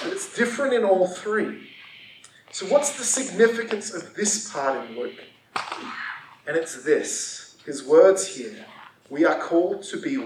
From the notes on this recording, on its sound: Audio is not to usual quality this week. We are still developing the system to fit our new location.